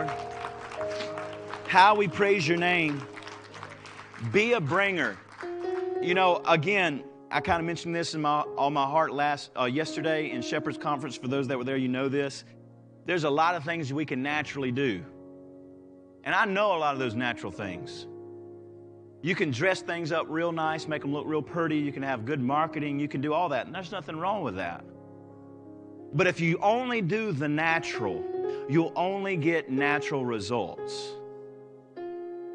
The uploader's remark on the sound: Live Service.